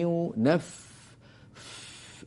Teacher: خلقكم من نفس، نف الفاء من أضعف الحروف لأنها رخو، مهموس، مستفيل، منفتح، يعني كل صفات الضعف فيه. من فنحن نقوي صوته حتى لا يضيع، وخاصة أنه جاور سينا، انتبهت السين قوية فيها صفير.